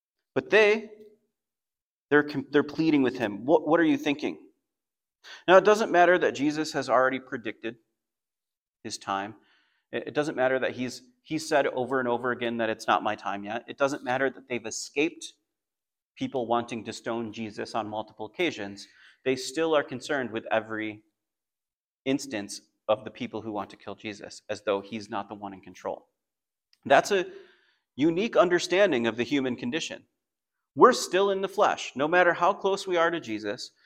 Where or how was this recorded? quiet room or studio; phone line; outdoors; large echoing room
large echoing room